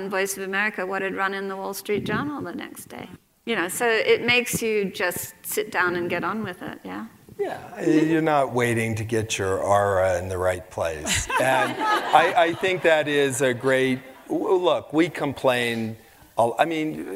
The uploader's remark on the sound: Onstage for a lecture series held by Aspen Words, the literary organization of The Aspen Institute.